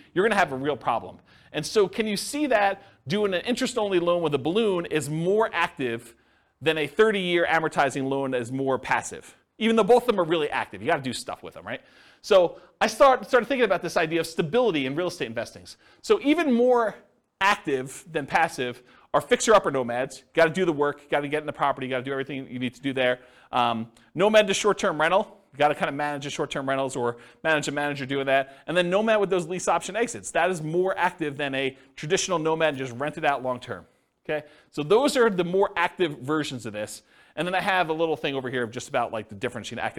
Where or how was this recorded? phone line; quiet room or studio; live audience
live audience